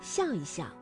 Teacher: 夹在叠词之间呢，念成轻声